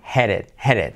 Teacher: Y fíjate que luego es una E casi como una A, headed. Y luego la D es una semiclave que se convierte en una R suave